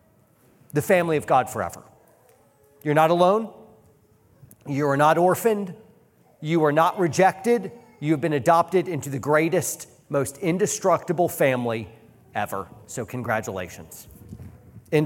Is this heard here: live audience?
yes